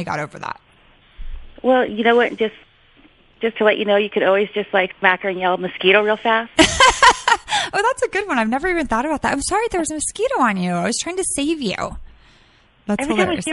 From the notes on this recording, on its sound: opens up the phone lines to answer any and all listener questions